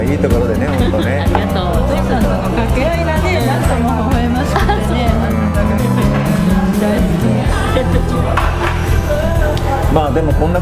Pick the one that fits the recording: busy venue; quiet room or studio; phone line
busy venue